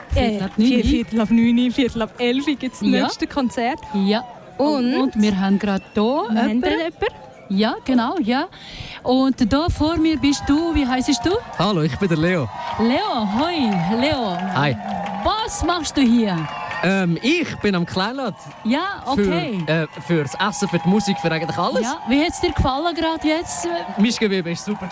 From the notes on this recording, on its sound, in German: Ein Interview mit einem Fan von Kanal K am kleinLaut Festival. Live vom kleinLaut Festival in Riniken.